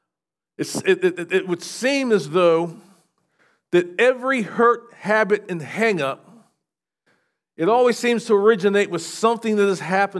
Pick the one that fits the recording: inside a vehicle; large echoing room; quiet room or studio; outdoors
large echoing room